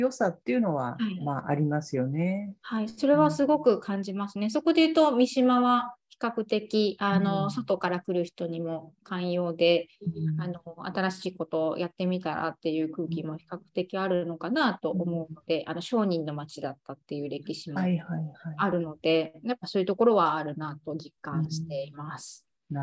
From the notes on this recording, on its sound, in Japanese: 収録場所： オンライン (Zoom)